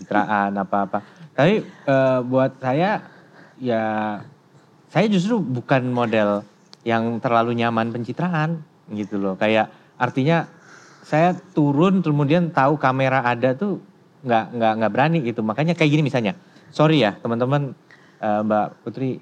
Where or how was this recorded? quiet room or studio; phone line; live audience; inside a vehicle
live audience